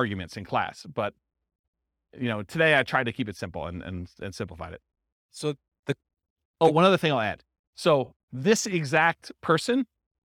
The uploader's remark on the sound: This was a live class recorded